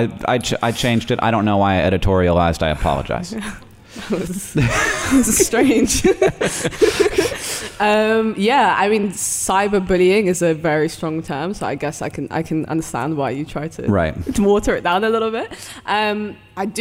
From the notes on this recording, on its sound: This episode was recorded live at VidCon London 2019!